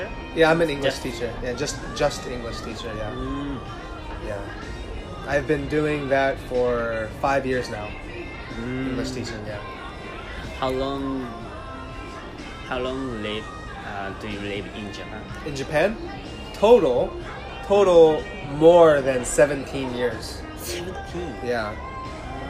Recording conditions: sounds in the background